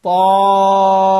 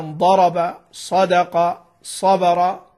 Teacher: يعني المفتوح اللي معاه ألف الألف يعطيه قوة أكثر